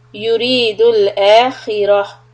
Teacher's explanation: خا كسرة heavy, را فتحة heavy.